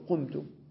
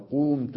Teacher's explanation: فالتقى ساكنا حرف المد وهو الواو مع التسكين في الميم بسبب ورود حرف الفاعل أو الضمير الفاعل المتحرك قومت، فالتقى ساكنا فنحذف حرف المد ونقول قمت بدل قومت · Shown in: first take · Term: إعلال بالحذف